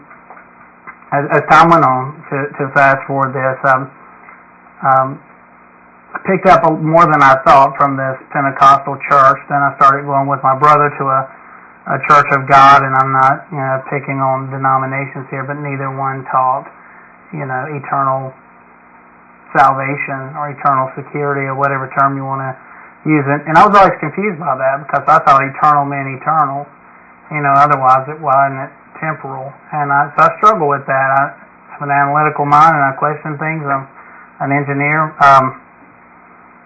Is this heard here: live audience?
no